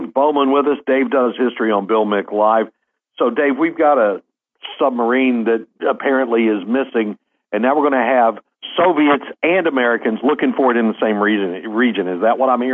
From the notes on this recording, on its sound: The WMMB computer failed, necessitating the show be done by telephone rather than the normal method via computer.